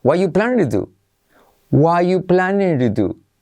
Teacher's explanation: la T del what desaparece, la T que es con una R suave, desaparece entonces es why you.